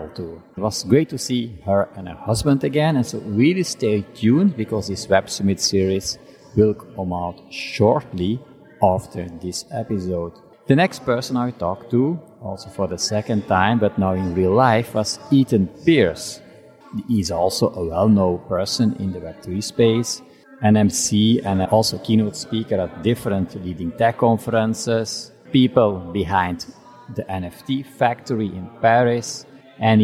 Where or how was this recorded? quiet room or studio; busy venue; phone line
busy venue